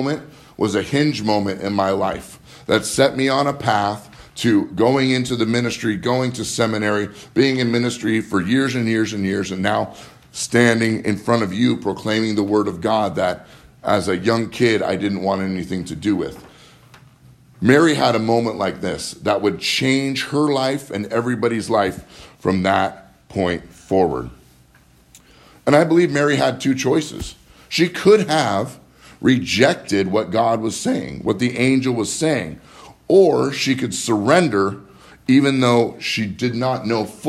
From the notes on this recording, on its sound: Live from Living Word Lutheran in Graham, Wa